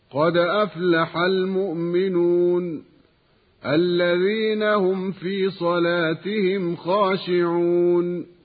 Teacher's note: بقصر المد بمقدار 2 حركات